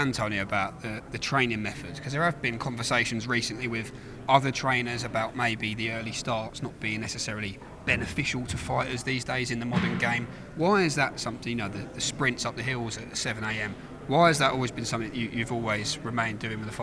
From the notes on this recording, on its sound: We're On The Ground in Monte-Carlo just minutes after the final press conference